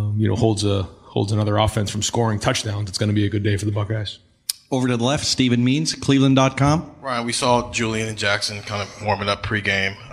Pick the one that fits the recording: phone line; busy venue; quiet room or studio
busy venue